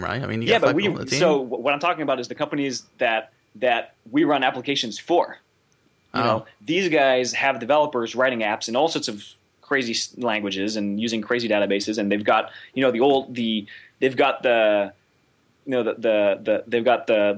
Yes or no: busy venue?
no